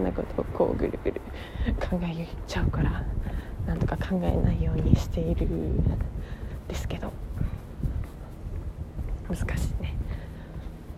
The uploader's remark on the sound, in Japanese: 歩きながら電車に乗るまでの12分間ラジオです